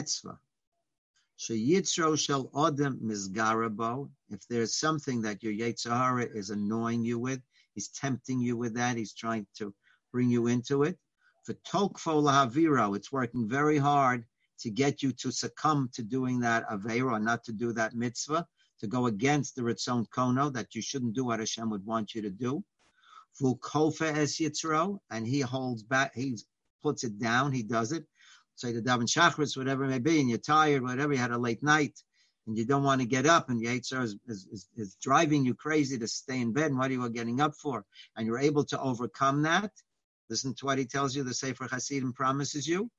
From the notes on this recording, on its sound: Live On Zoom: 6-10-2020.